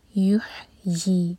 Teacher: یہاں پر یا کی آواز آنی چاہیے، یو ای نہیں، یحیی، اور ہا حلق سے.